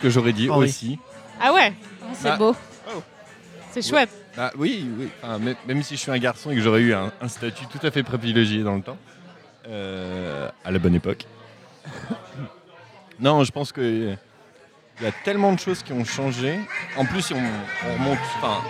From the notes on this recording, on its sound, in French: Merci également au bar Dans la foulée (Paris 20) de nous avoir permis d'enregistrer chez eux ! Merci également au bar Dans la foulée (Paris 20) de nous avoir permis d'enregistrer chez eux !